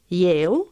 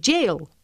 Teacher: no confundir la consonante aproximante I con el sonido africado J